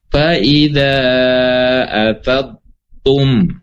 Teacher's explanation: seperti hilang suaranya sejenak, sedikit saja karena memang menempel dulu ke makhrajnya